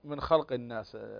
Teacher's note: نون ساكن وبعدها الخاء فحكم الإظهار، والإظهار ليس في غنة هنا